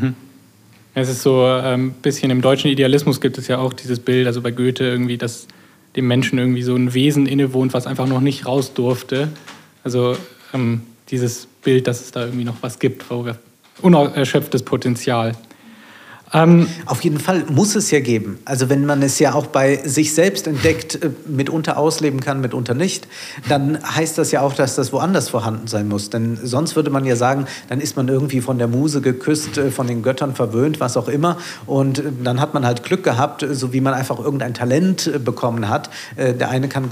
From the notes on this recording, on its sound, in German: Den Audiomitschnitt der Veranstaltung hören Sie jetzt im UM Podcast.